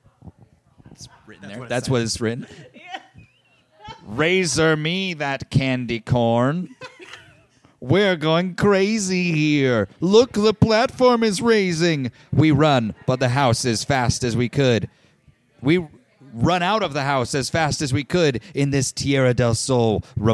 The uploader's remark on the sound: LIVE EVENT [VIDEO]. Record from The Logan Theatre.